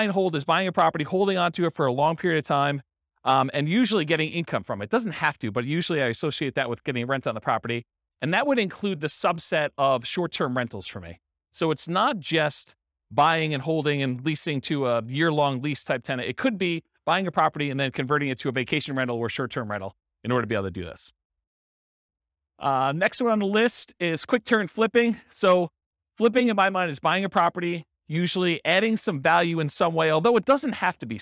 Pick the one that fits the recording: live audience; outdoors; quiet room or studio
live audience